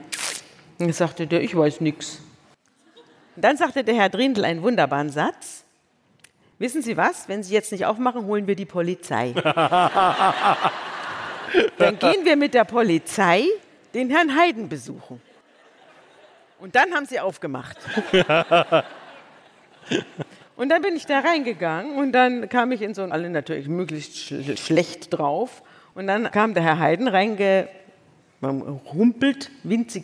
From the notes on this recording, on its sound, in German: vor Livepublikum im Kölner Theater am Tanzbrunnen